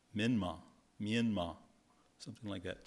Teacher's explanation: So it's really pronounced with two syllables and no R.